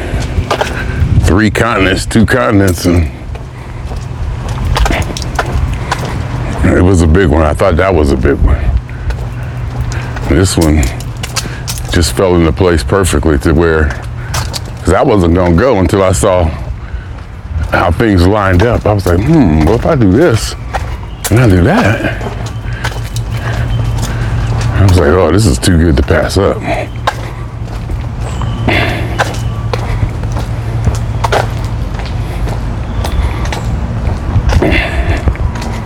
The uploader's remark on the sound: Me Walking Talking